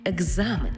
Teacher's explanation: Тому слово написано через «к» і «з». А в транскрипції і у вимові будемо чути «г» і «з» – екзамен, тобто дзвінкий плюс дзвінкий · Term: уподібнення